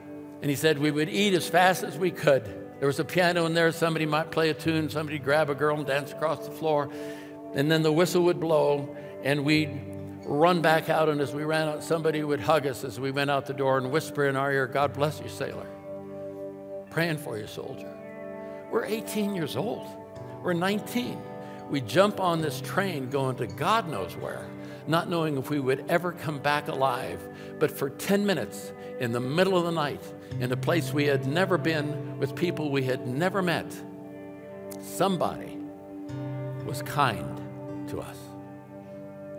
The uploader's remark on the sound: Welcome, friends, to New Year’s weekend at Timberline Church.